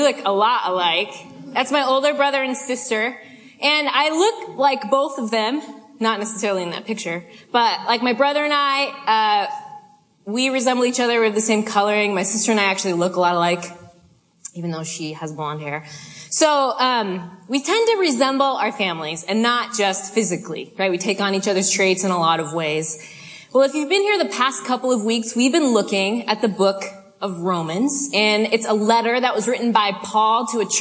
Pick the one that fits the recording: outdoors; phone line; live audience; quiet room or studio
live audience